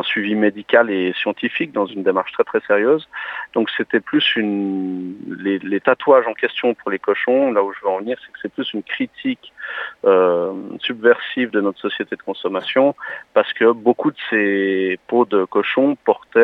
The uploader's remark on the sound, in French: Nous échangeons par téléphone.